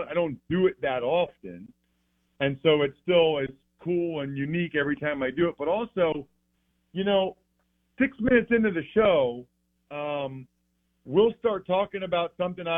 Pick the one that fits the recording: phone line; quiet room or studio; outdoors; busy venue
phone line